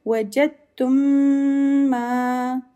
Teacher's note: Means we will join them. The meem is joined with that meem and is recited with most complete gunna · Term: idgham shafawi